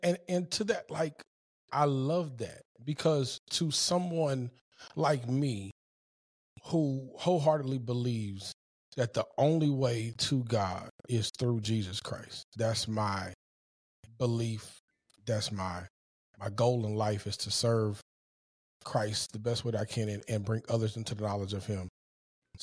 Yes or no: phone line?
no